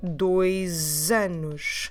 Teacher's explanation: because the S between the vowels, we read it like Z